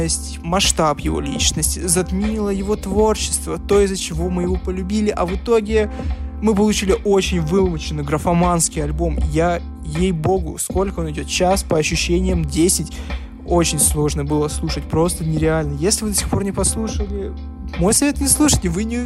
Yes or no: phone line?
no